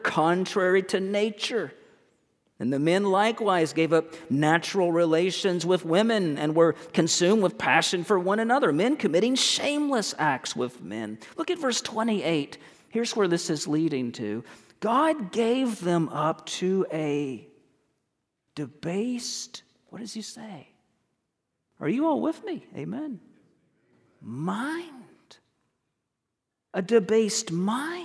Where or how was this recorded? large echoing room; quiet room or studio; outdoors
large echoing room